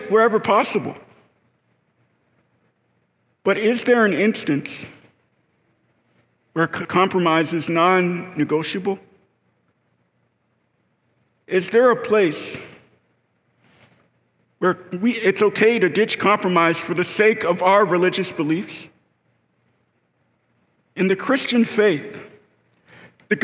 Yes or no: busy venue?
no